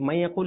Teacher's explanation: এবং আমরা জানি এবং নুন সাকিনের পরে ইয়া আসলে তখন ইদগাম হবে, তখন ইদগামটা গুণনা সহকারে হবে